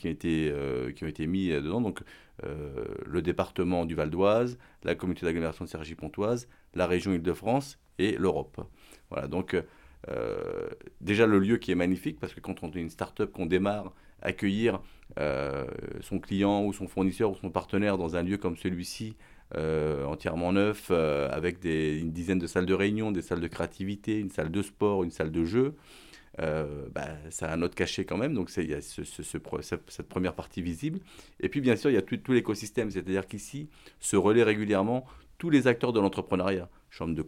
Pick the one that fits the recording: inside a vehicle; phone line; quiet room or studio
quiet room or studio